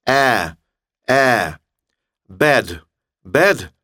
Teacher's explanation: Этот звук произносится как «э». Это не «э» и не «а», это звук между «э» и «а». Это звук «э».